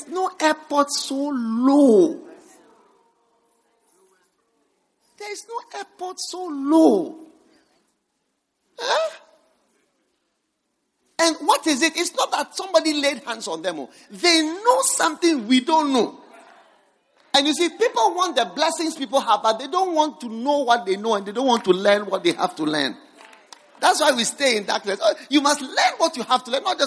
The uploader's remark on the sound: Preached at the First Love Center.